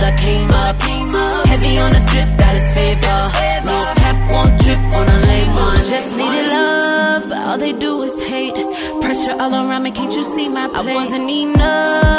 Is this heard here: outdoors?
no